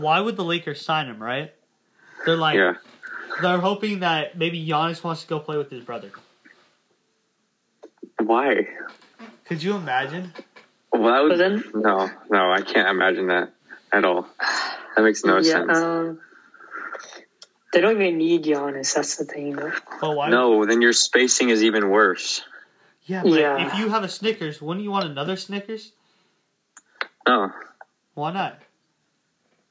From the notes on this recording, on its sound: We were on zoom this time.